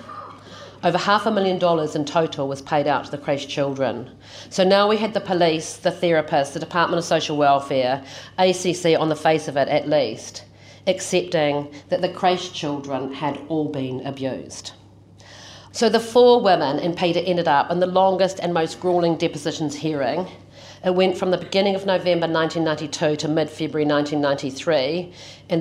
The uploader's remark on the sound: keynote speech to the annual NZ Law Society Conference in Invercargill